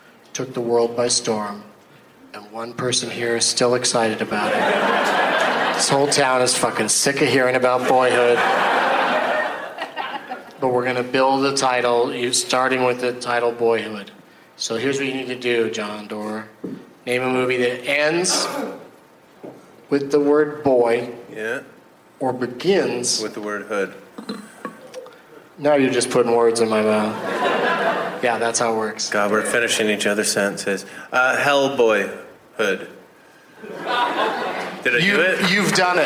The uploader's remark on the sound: Live from SXSW in Austin TX